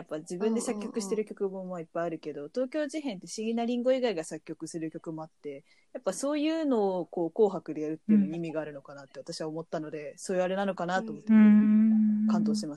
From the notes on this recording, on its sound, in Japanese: リモート収録のせいか、3人が一気に喋ってグチャグチャ〜っとなっており、かなり聴き取り辛いです。